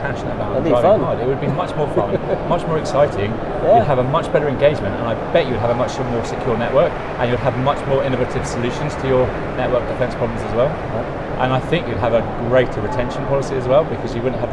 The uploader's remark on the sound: Infosecurity Europe 2023, London, England. Live on-location from Infosecurity Europe 2023.